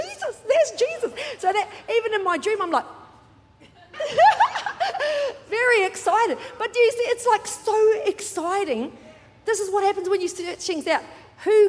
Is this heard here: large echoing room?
yes